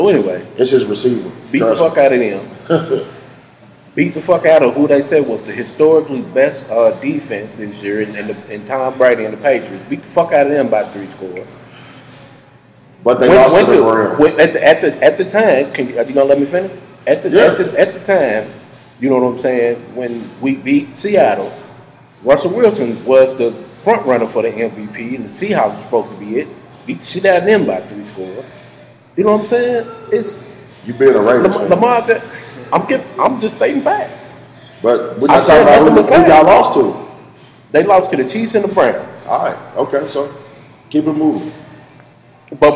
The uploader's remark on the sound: We apologize for the audio quality of this episode, we had some technical difficulties, but have since been fixed!